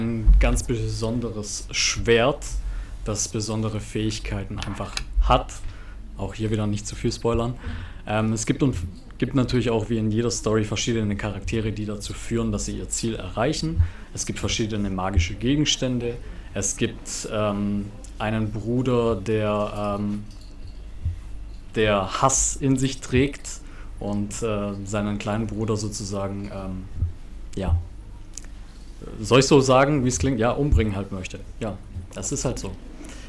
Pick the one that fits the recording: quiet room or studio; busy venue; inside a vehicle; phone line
busy venue